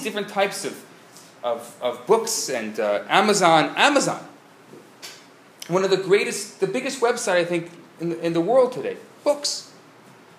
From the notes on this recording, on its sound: Recorded Live at Rohr Chabad NDG